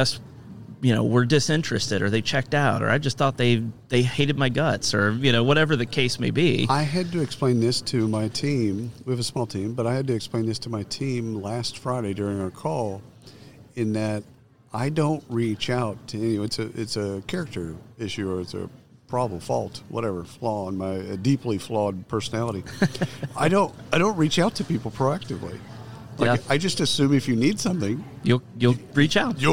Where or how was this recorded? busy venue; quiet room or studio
busy venue